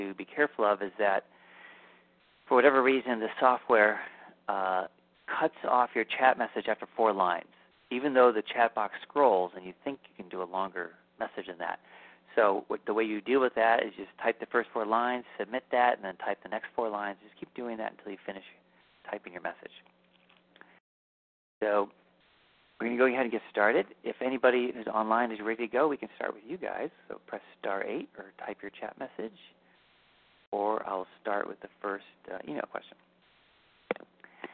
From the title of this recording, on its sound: Live Q&A Calls